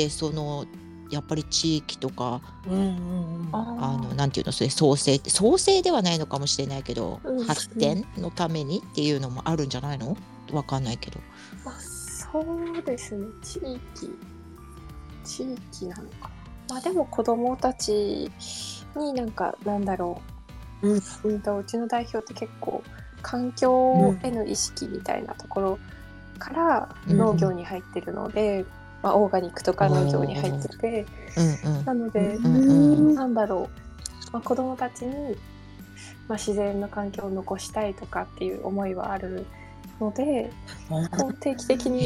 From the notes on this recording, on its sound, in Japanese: ツイッタースペースからダウンロードした音源です。雑音お聞き苦しい点お許しください。